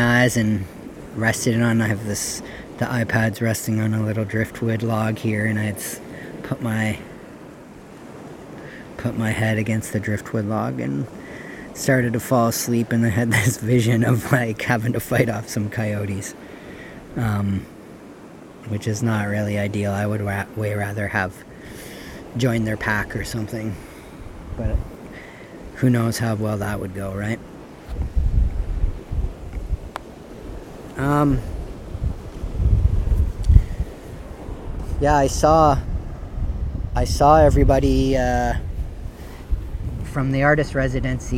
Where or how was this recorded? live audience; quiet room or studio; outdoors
outdoors